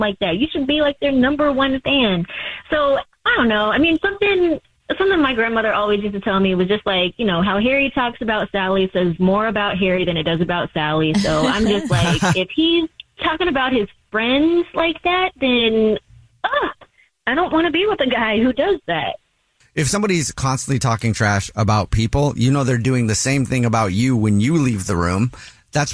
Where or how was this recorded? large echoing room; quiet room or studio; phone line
phone line